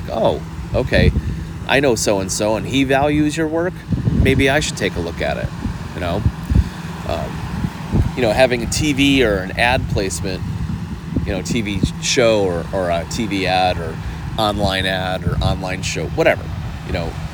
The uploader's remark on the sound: This week I was testing the ability to podcast in an oceanic environment - with sound issues to boot! Didn't want to spend a ton of time editing this week, so modify your sound to adjust for the highs and lows this week!